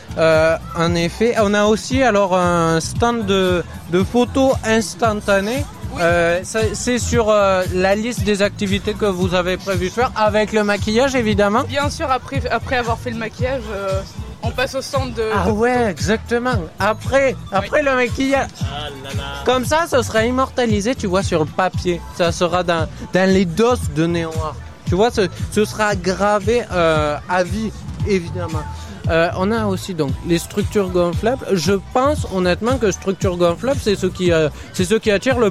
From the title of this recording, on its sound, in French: en direct de "Jeunesse en fête"